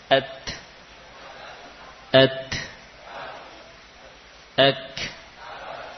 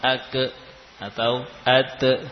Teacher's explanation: Ake atau ate, tidak. Untuk kaf dan ta, ketika lepas lisan kita, maka diikuti dengan nafas. · Shown in: first take